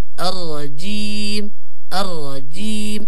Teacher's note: تفخيم الراء في كلمة أر مع كسر الجيم